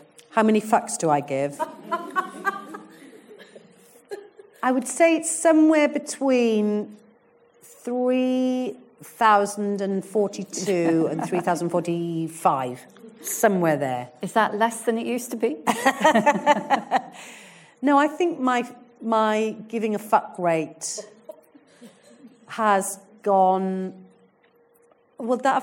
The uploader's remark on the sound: In the run up to Christmas I'll be dropping two special live episodes recorded live at the Birmingham Literature Festival earlier this autumn. In front of a live audience at the Birmingham Rep.